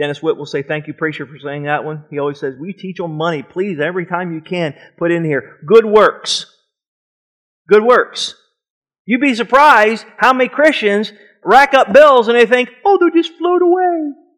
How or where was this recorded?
large echoing room